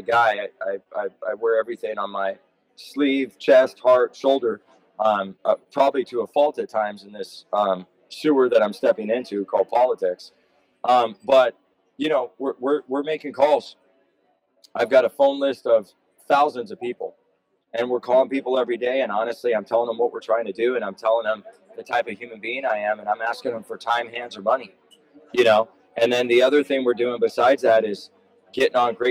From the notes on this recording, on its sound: We had the opportunity to chat with him for a bit on the phone. He was in a restaurant at the time, so there is some background noise.